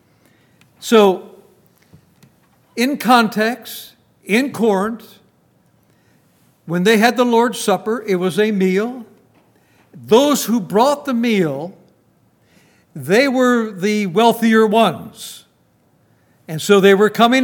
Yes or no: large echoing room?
yes